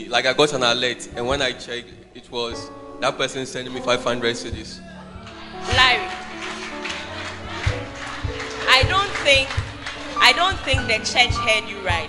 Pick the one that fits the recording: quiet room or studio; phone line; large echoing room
large echoing room